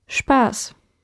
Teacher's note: when you have sp at the beginning, the s becomes a sh sound